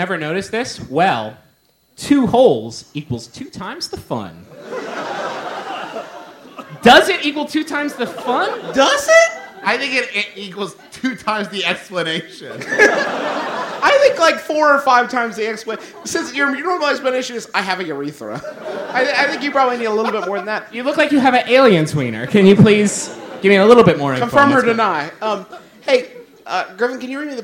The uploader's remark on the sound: It's MBMBaM's first live show ever. Every single person who came out to Second City for the show!